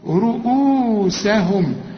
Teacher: رقق السين، اوعى تطلع معك صاد او نص صاد